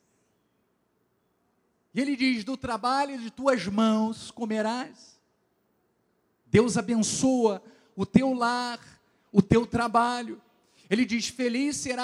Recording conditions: large echoing room